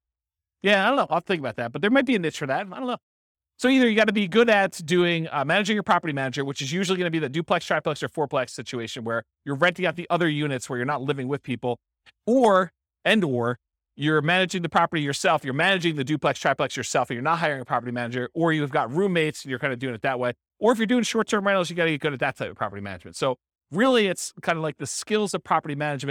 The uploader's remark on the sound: This was a live class recorded